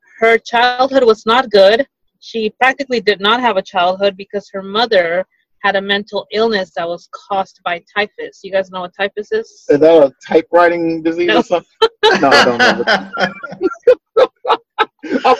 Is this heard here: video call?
yes